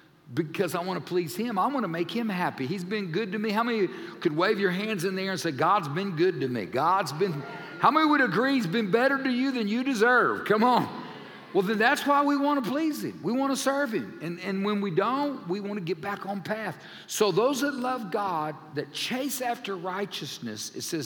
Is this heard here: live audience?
yes